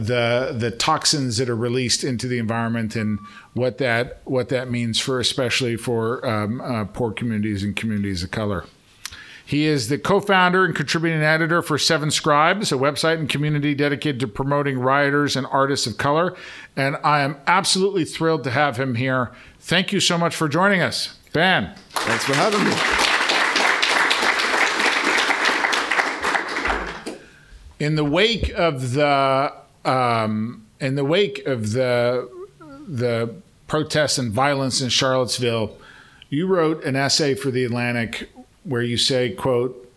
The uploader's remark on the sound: During a visit to the Shorenstein Center. This Shorenstein Center Speaker Series event was recorded September 19, 2017, at Harvard Kennedy School.